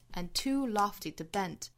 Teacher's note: And 尾部的 d 不要了。